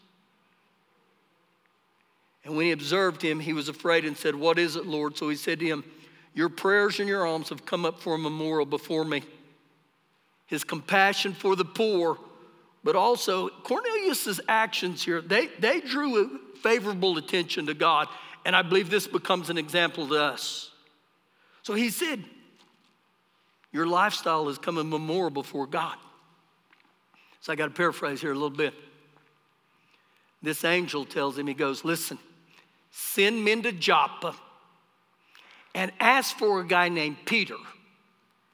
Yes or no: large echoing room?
yes